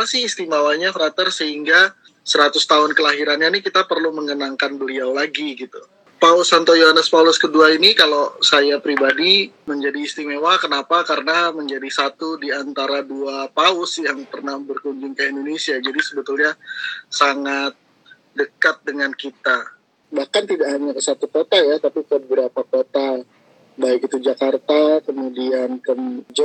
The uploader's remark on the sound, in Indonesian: Adaptasi dari obrolan di Live Instagram Mei 2020